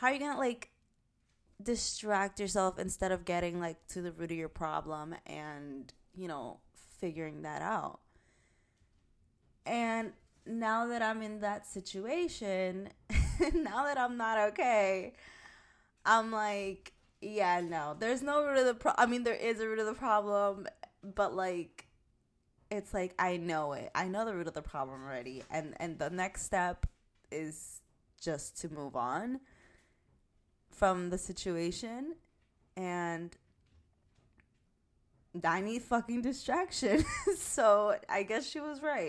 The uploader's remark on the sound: Volume up! My recording seems low.